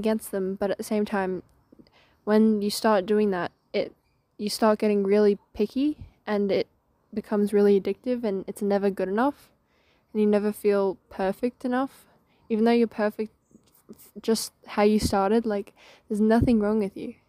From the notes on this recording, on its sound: Sorry about the wind I had to improvise.